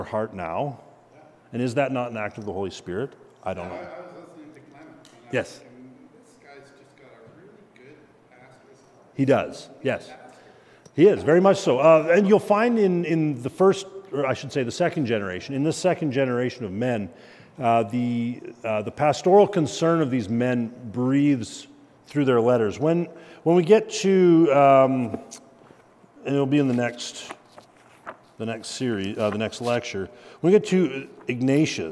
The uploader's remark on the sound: At Christ Covenant Church we are doing a monthly lecture